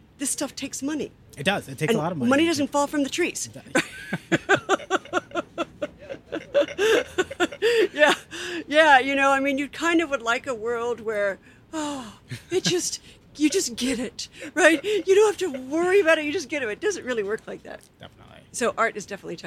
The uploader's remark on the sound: This summers outdoor pop-up conversation event series between the Center for Fiction and the Theatre for a New Audience at Polonsky Shakespeare Center in Downtown Brooklyn.